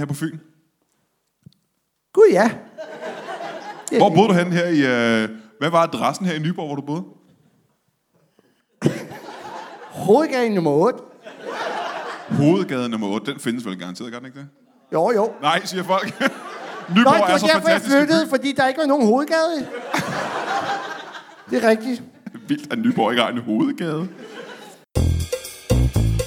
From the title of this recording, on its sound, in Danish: LIVE fra Nyborg